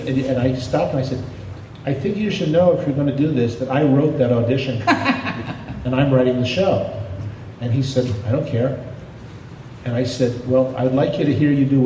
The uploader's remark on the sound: With a report from WonderCon 2023. Audio from the WonderCon panel.